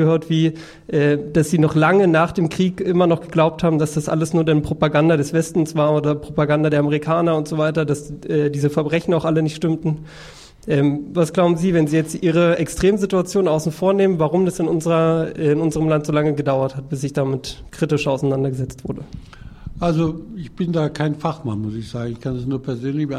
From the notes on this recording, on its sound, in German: Lesung und Publikumsgespräch. Die Veranstaltung im Potsdamer Freiland wurde am 27.Mai 2013 im Freien Radio Potsdam live übertragen.